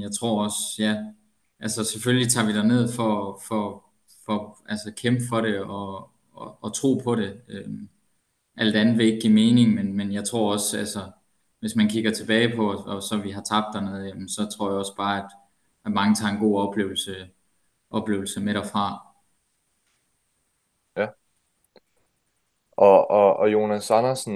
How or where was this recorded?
video call